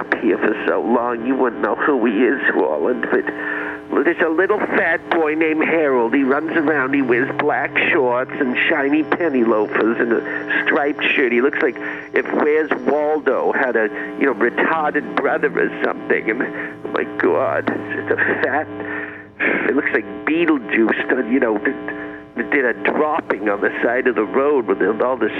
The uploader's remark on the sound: Phone talk.